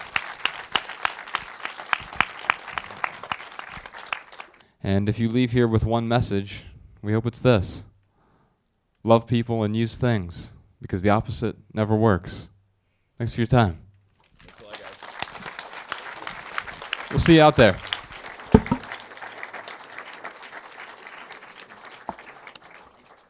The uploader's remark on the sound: Answer questions in front of a sold-out crowd in their hometown, Dayton, Ohio.